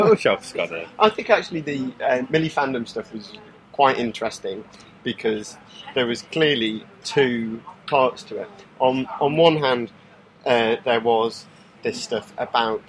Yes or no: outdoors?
yes